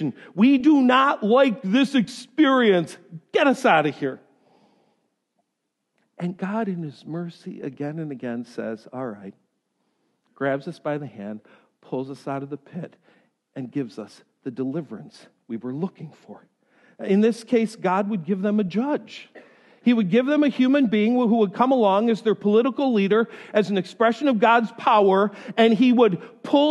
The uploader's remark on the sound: This lesson was delivered during the first service on Sunday, January 13.